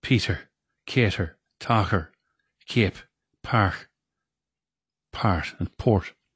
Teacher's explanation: But particularly in the south, final T's, P's and K's are rather weak and even absent.